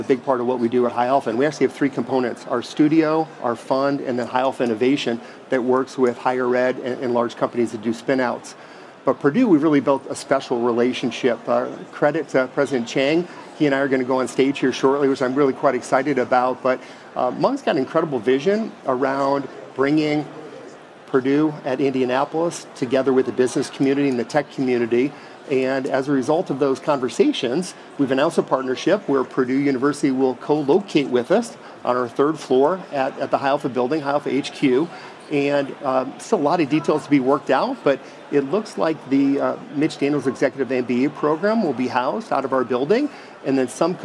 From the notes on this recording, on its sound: We are coming to you this week from the Indiana Convention Center in downtown Indianapolis for the Inaugural Rally Conference, an event billed as the largest global cross-sector innovation conference.